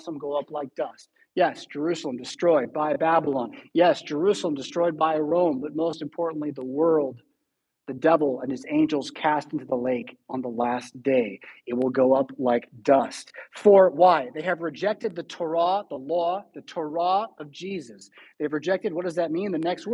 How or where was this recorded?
large echoing room